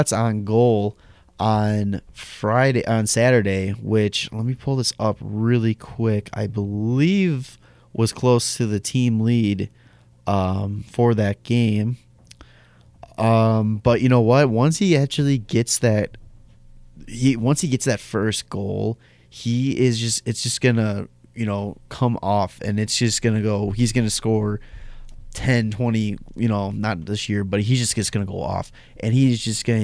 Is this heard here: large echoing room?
no